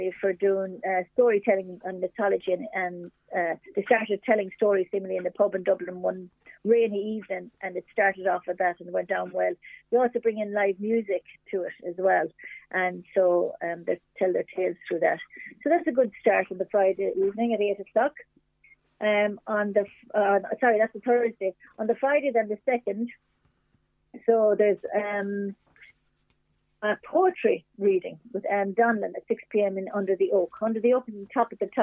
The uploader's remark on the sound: is joined on the phone by Mountshannon correspondent